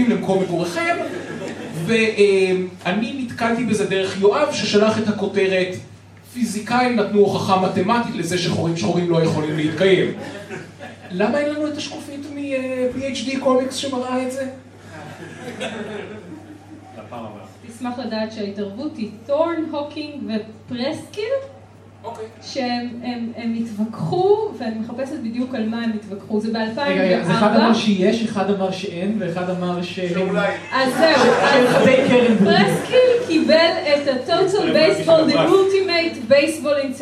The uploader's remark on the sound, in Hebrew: פרק מול קהל חי בפסטיבל אייקון